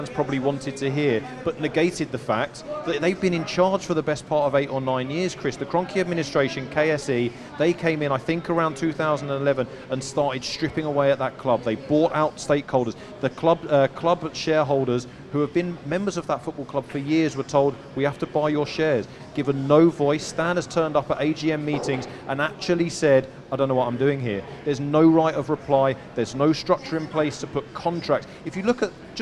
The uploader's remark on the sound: New season, new location! Live at Kickers Sports Bar.